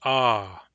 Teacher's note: Long A says ah. It sounds different from short A, and it's twice as long.